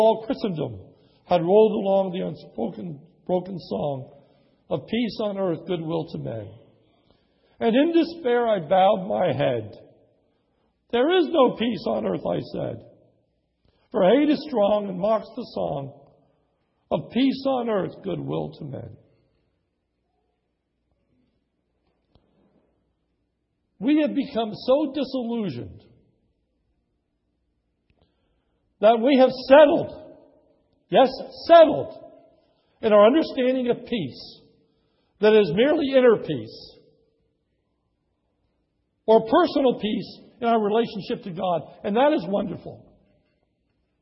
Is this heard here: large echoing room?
yes